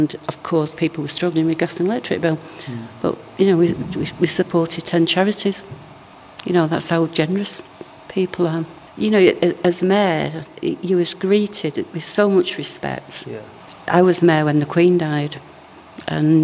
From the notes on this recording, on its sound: This episode was recorded at the party to celebrate this milestone, as some of the attendees shared their experiences and associations with both the building and the venue.